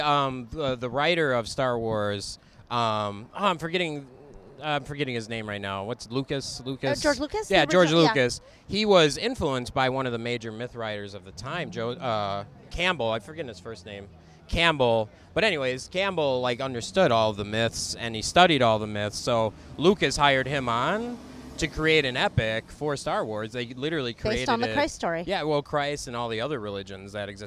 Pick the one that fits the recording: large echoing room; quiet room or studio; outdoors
outdoors